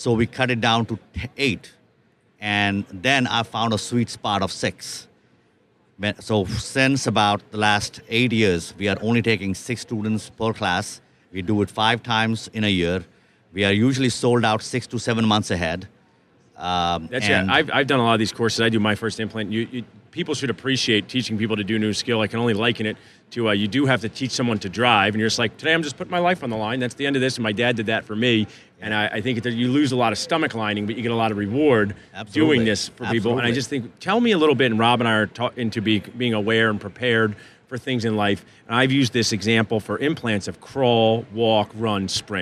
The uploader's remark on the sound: live from the Darby booth at the GNYDM 2019